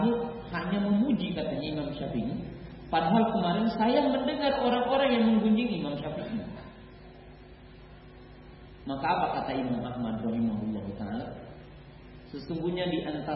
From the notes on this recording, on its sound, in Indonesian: Safari Dakwah Magetan. Di Masjid Al Khoir Magetan.